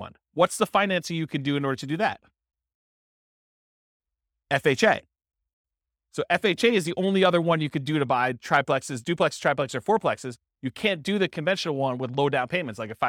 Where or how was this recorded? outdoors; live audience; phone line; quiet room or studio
live audience